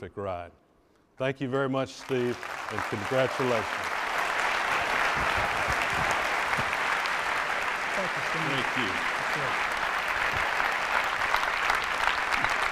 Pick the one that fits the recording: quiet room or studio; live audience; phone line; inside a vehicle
live audience